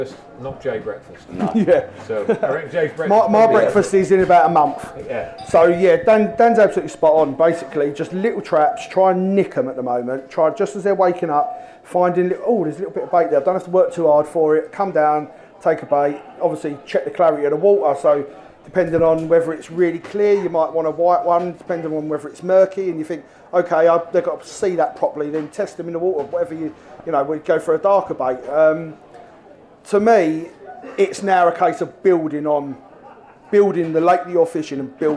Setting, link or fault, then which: setting, live audience